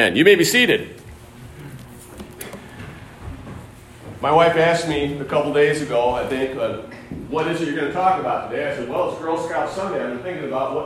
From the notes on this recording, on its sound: Sunday morning message recorded live at Calvary Baptist Church of Caseville.